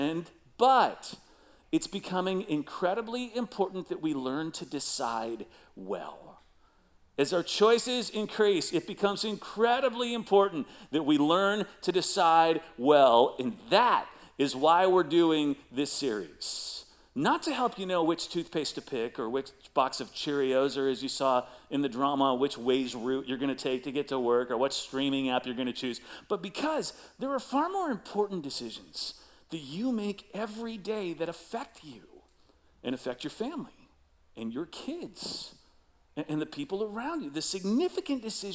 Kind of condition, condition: setting, large echoing room